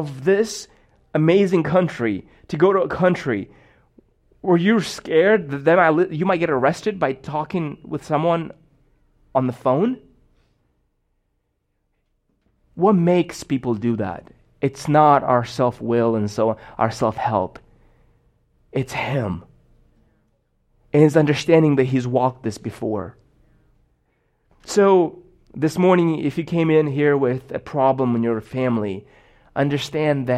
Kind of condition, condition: setting, large echoing room